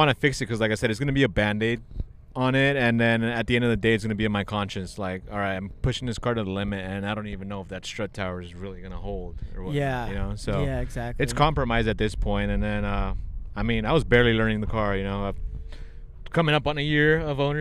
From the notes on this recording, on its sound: Coming to you live from the track side.